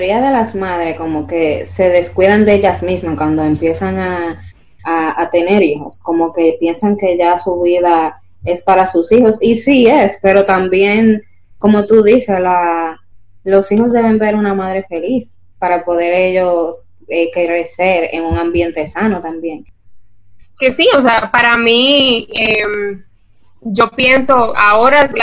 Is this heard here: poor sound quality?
yes